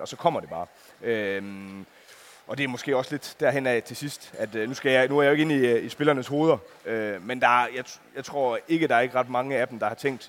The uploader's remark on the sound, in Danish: Live fra Boxen. Med os på scenen. Optaget live i Fanzonen i Boxen søndag middag inden bronzekampen og VM-finalen.